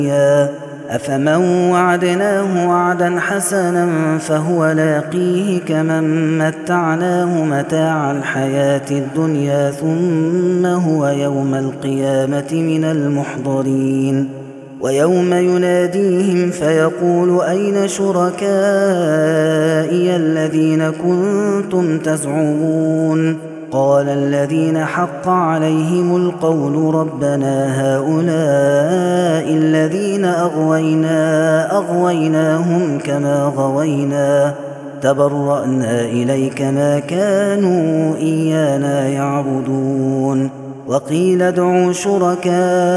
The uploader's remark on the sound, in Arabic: هذا التسجيل من صلاة التراويح